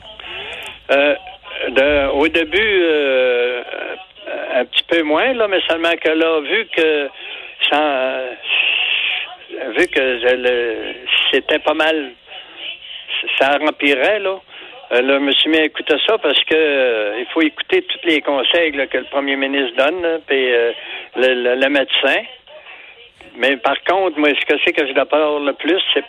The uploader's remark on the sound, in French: téléphone à son grand-père !